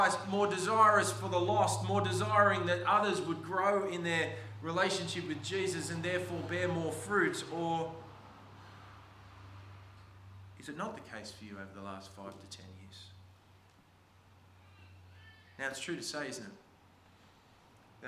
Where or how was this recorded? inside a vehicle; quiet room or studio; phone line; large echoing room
large echoing room